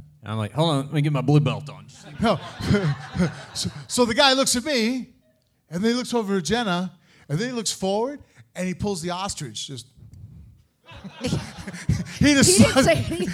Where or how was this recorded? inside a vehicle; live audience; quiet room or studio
live audience